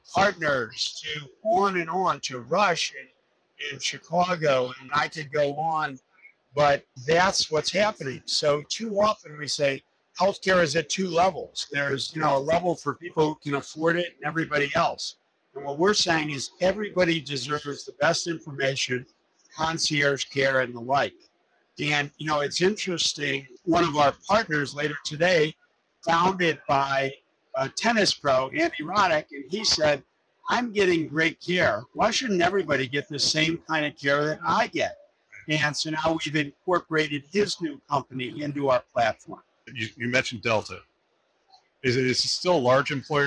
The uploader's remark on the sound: Interview in Action live from HLTH